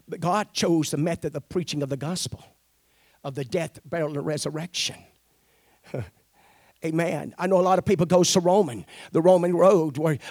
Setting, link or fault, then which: setting, large echoing room